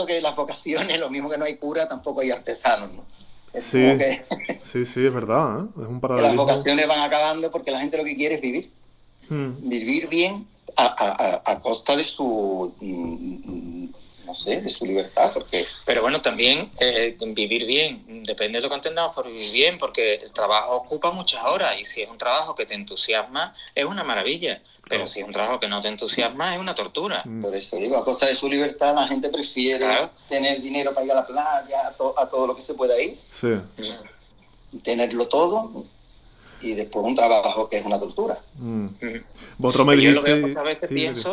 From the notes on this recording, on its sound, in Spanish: Entre París y Sevilla, charla telefónica.